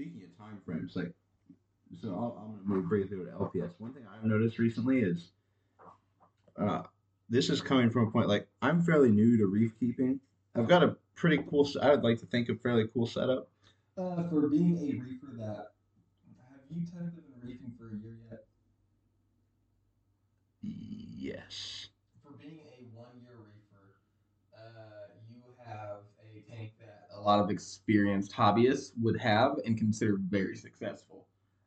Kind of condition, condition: fault, poor sound quality